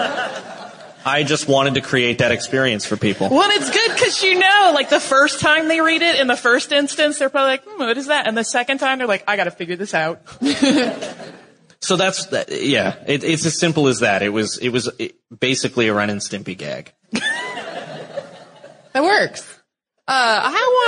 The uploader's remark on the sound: In October, we went to New York Super Week for our first live show!